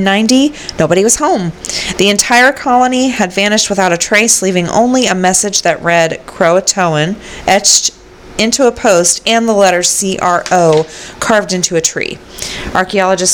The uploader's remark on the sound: sorry for the feedback in the recording